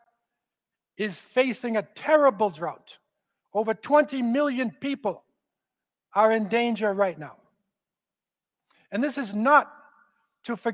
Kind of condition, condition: setting, large echoing room